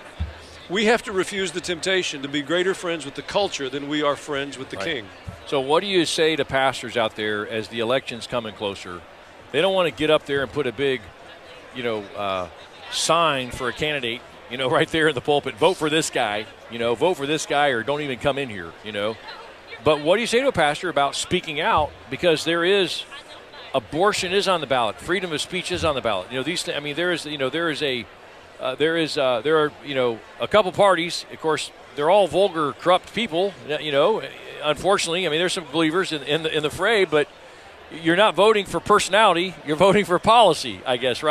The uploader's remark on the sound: Truth Talk is live from Nashville. Talking to fellow broadcasters at the NRB.